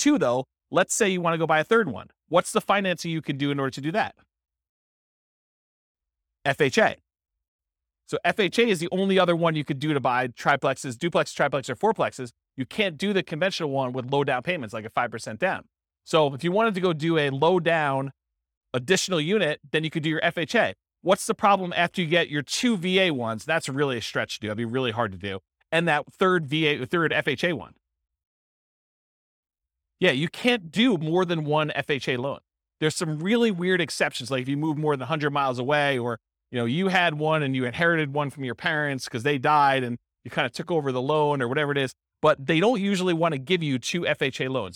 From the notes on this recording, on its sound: This was a live class recorded